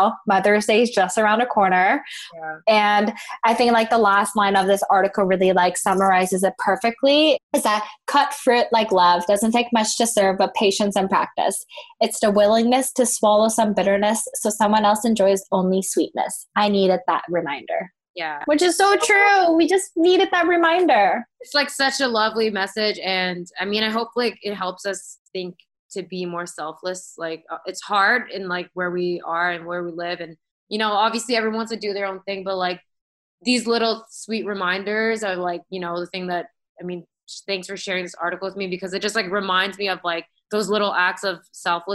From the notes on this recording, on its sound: Coming to you via our new bff, Zoom.